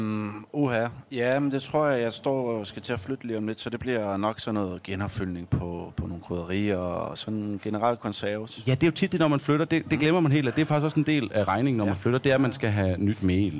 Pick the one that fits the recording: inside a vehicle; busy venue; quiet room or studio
busy venue